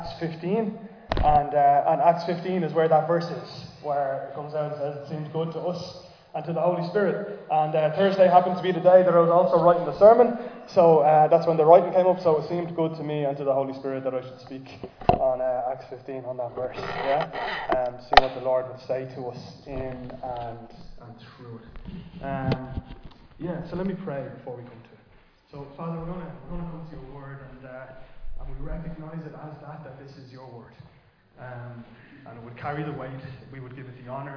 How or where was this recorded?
large echoing room